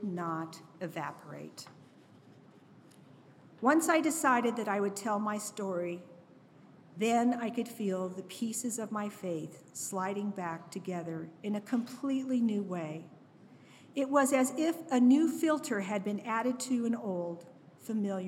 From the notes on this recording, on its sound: Each episode of Crash Radio features local musicians, writers, and storytellers presented as a live event in Asheboro, NC, which is then edited for broadcast. This episode was recorded live at Carolina Taphouse in Downtown Asheboro.